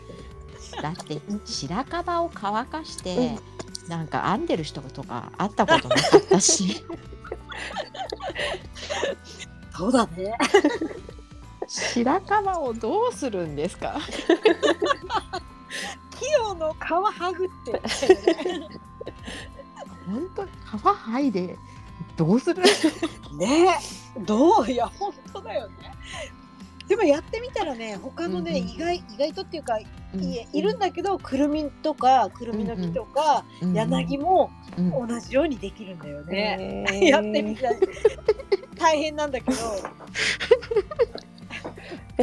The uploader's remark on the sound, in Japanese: ツイッタースペースからダウンロードした音源です。雑音お聞き苦しい点お許しください。